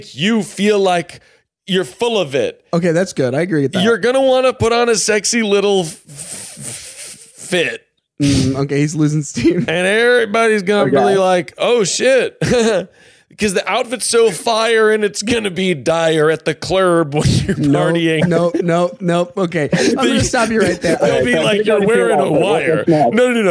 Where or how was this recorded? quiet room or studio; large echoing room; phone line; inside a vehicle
quiet room or studio